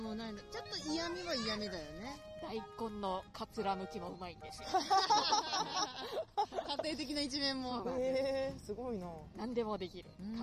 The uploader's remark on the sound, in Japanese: 今週はロケ収録です。中野・四季の森公園にて。紛れ込むさまざまな音も含めおたのしみください。